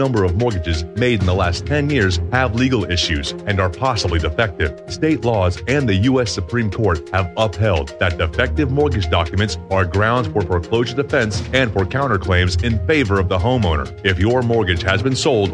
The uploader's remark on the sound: opens phone lines for callers.